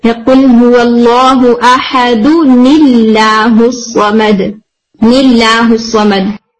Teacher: जो नून आपको ऑडिबल साकिन मिल रहा था उसको कसरा से पढ़ते · Term: नून साकिन